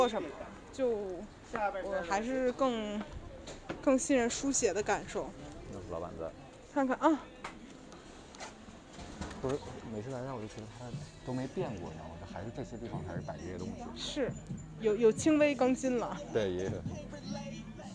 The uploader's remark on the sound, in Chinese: 本期散步路线：张自忠路—东四九条—朝阳门北小街—东四八条—东四北大街—北新桥—交道口东大街—安定门内大街—方家胡同—雍和宫大街。因为这个系列都是在街头录制，所以全程伴随着街头环境音；音量大小有所起伏。